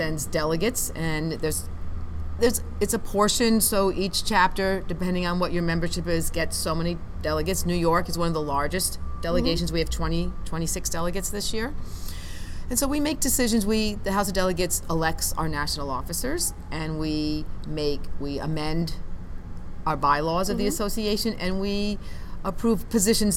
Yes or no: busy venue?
yes